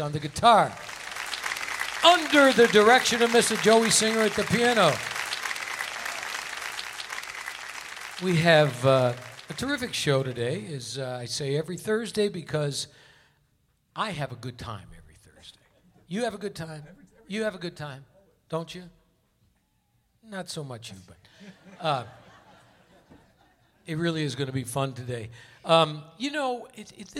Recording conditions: live audience